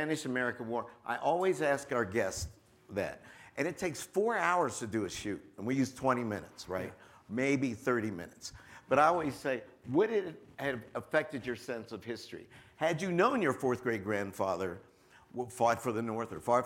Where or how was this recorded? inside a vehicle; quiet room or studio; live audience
live audience